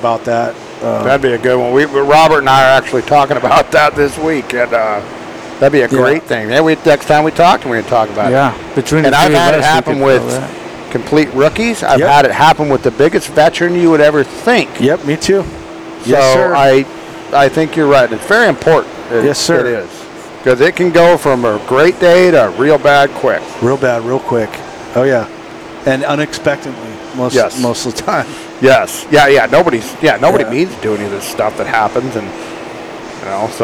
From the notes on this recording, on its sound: on location at Farmers Brewing Company in Princeton, CA